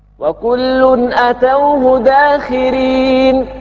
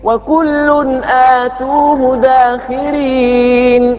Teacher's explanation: والباقون آتوه بالمد مع ضم التاء · Shown in: second take · مع ضم التاء.